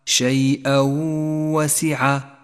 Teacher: قوله تعالى: شيئا وسع، شيئا وسع، جاء التنوين وبعده حرف الواو، والواجب هنا أن يسقط التنوين من اللفظ، وأن نقف بغنة على حرف الواو زمنها حركتان · Term: الإدغام بغنة